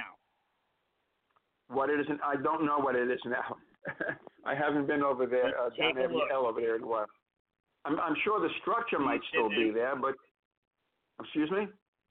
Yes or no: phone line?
yes